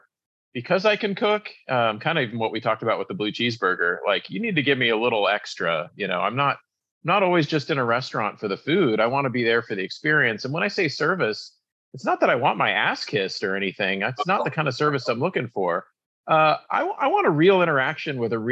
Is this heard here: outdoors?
no